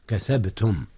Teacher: قلقلة الباء كذلك حيث جاءت ساكنة